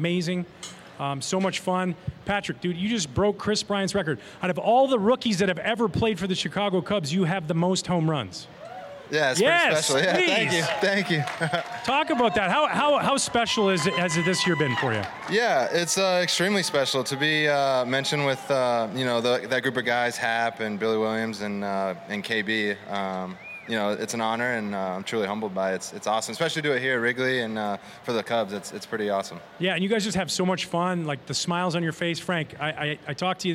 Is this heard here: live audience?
yes